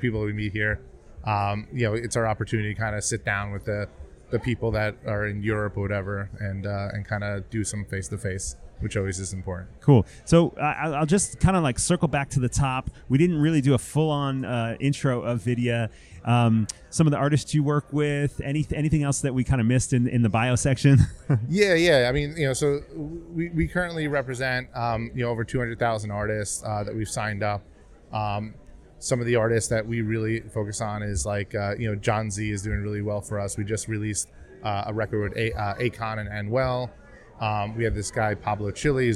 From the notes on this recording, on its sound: Music Tectonics went to Midem! Recorded interviews with Midemlab competitors and international music tech superstars, on the spot in Cannes.